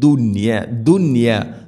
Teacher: ദുനിയ എന്നത് ഒറ്റ പദത്തിലാണ് നൂനും യാ ഉള്ളത്, അതുകൊണ്ട് അവിടെ ഇദ്ഹാറാണ് ചെയ്യുക. വെളിവാക്കി ഉച്ചരിക്കണം, മണിക്കരുത്.